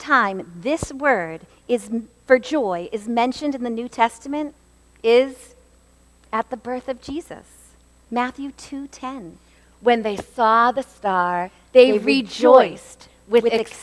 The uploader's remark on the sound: LIVE Episode. This episode was recorded on Sunday, September 17, 2023 at First Baptist Church in Reading, MA.